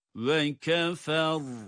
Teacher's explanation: Sondaki ra'yı da yine kalın okuyoruz.